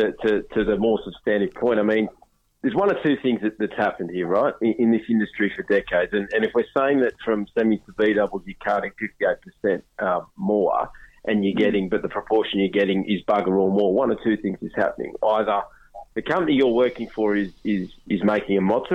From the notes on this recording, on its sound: Lots of phone in and text messages on a vexed subject.